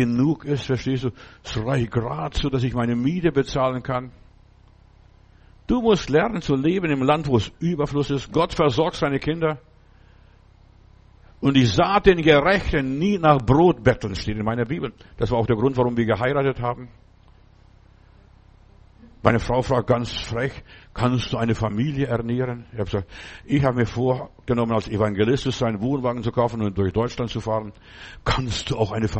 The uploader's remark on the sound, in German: Oktober 2023 im Gemeinde-Zentrum in Berlin aufgenommen.